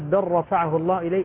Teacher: لاحظ هنا بل رفعه الله إليه، اللام مع الراء إدغام متقاربين كامل، اللام مع الراء متقاربة في المخرج فأدغمت إدغاما متقاربين وكامل، والدليل على كماله لاحظوا إذا رأيتم الراء عليها شدة، أصل الراء ليست مشددة، ما ليست أصلها رفع، لا هي لم ليس على شدة، وضعت الشدة إذا رأيتم الشدة على الحرف المدغم فيه دل ذلك على أن الإدغام كامل.